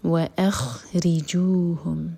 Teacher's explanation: ری باریک را کے نیچے کسرا ہے